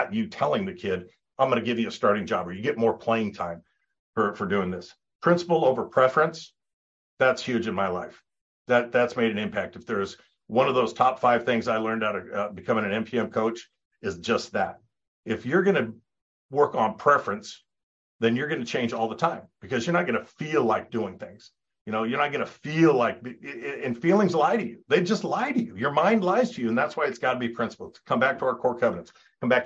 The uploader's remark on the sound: In this live 55min group coaching call